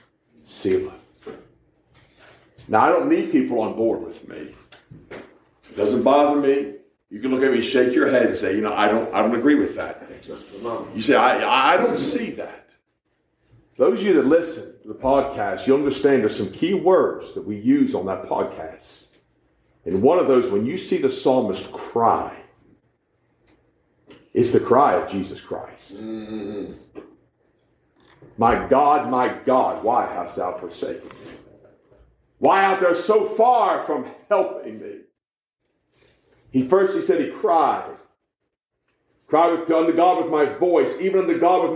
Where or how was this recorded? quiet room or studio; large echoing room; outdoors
large echoing room